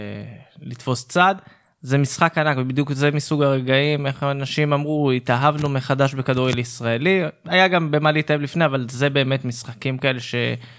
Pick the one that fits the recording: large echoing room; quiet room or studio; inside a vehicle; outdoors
quiet room or studio